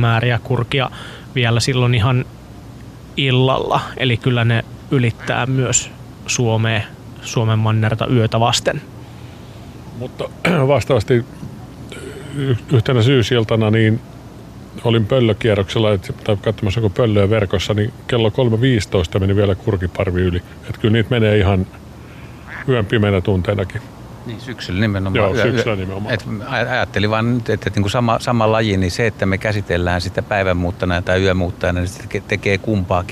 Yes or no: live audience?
no